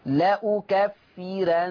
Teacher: ليه الراء مرققة؟ لأنها مفتوحة ومسبوقة بكسر أصلي · Term: ترقيق الراء